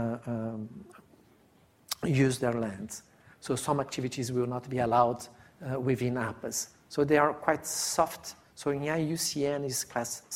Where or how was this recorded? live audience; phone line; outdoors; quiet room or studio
live audience